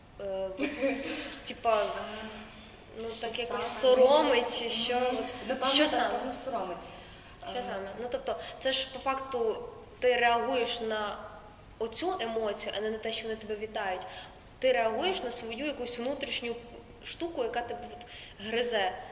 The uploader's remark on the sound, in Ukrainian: Наостанок, ми хотіли би попередити тебе про якість звуку. На жаль, цього разу не вийшло ідеально.